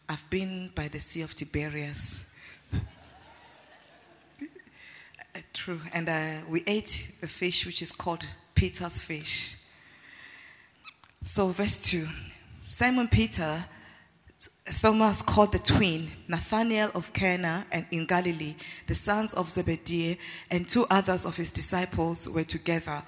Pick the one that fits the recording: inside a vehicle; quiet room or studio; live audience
live audience